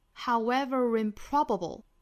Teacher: 美音的话是直接辅音加元音连读的